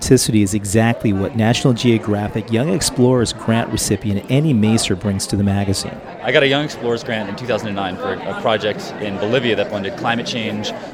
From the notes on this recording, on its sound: During the Banff Mountain Film Festival in a conference room at the Banff Centre in Alberta, Canada aspiring young explorers learn the ropes of turning their dreams of adventure into an assignment for National Geographic.